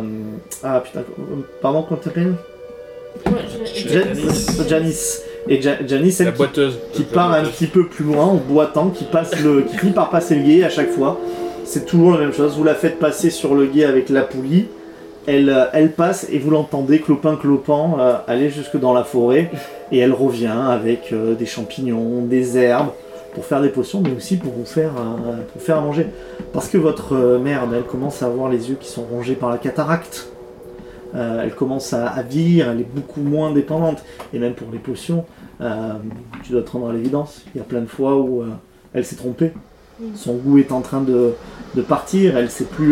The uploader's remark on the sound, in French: L’enregistrement de la partie a été vraiment amateur. Du coup le son est pas optimal, il y’a quelques bruits parasites et le son n'est pas égale d’une personne à l’autre.